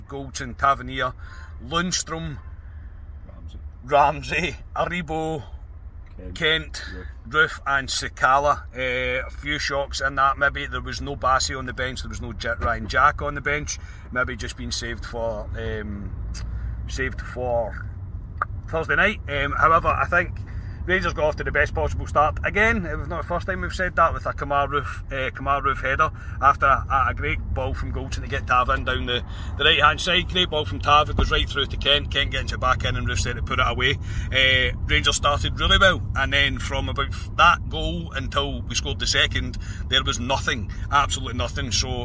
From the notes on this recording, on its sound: Reaction from the car